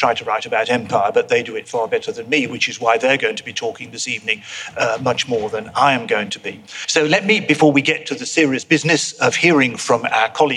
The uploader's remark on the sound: Recorded live at the V&A museum, in association with the Wolfson History Prize.